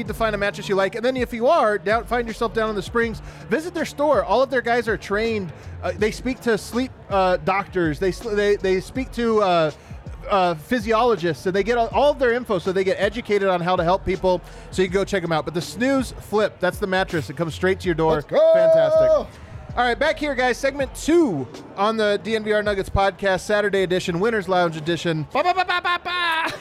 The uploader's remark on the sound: Live from the Winner's Lounge